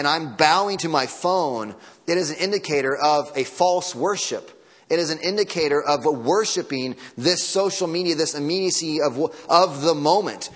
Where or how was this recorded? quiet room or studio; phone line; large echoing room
large echoing room